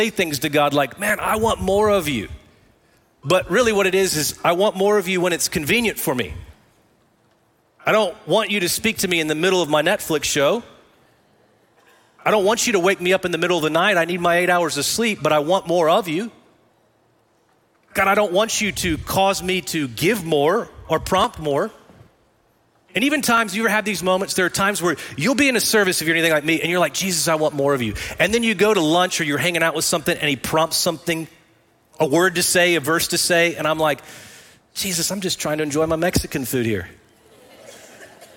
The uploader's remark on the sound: Recorded live at Brookwood Church.